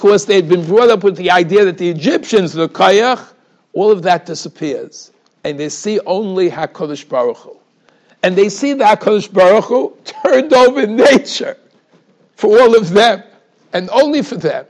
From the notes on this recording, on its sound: Shiur recorded in Yeshivas Ohr Reuven, Monsey, NY.